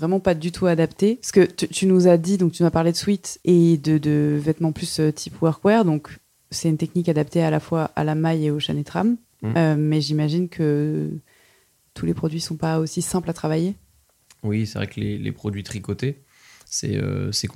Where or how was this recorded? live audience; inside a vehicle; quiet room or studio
quiet room or studio